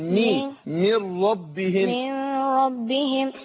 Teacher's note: من ربهم دي لا ابين الكسر في الميم